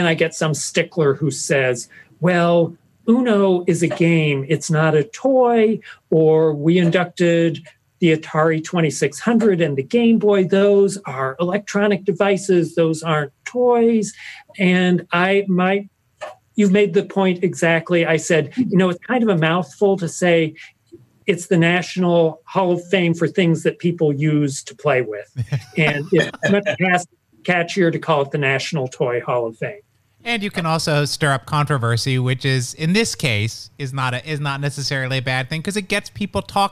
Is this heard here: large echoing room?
no